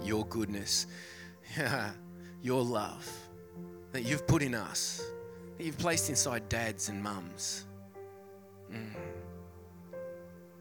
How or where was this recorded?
large echoing room